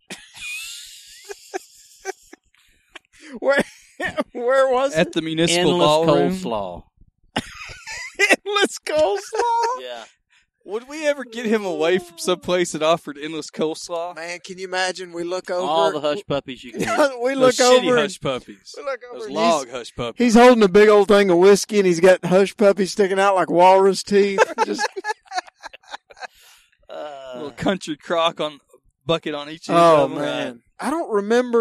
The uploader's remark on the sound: The crew sets up outdoors to record. The batteries of the recorder run out.